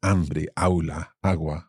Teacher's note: these words are where the A sound is stressed at the beginning